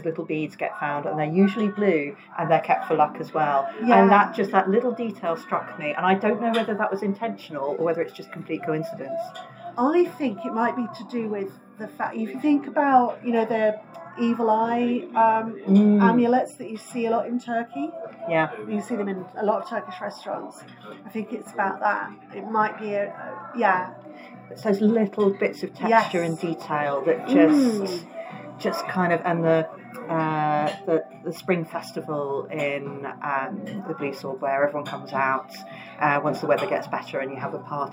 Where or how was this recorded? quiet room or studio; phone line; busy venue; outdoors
busy venue